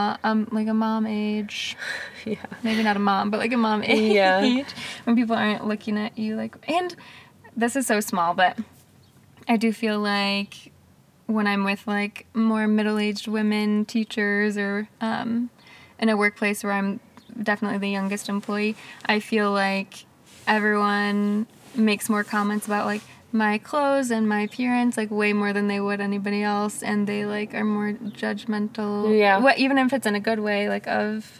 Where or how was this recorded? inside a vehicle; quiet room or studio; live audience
inside a vehicle